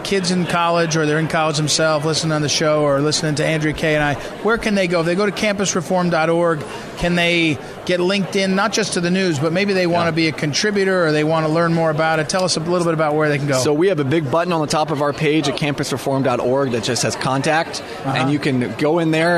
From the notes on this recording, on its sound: joins us live from CPAC